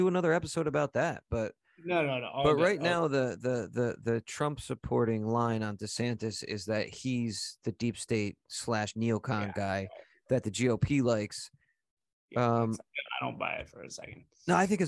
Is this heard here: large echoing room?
no